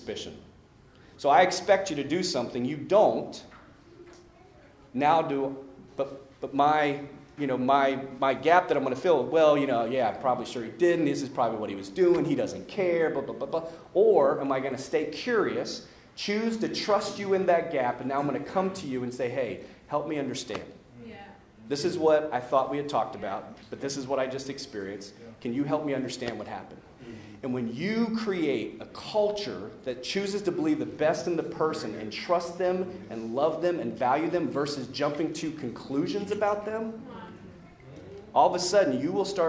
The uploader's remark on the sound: The following audio comes from the National Disciple Making Forum.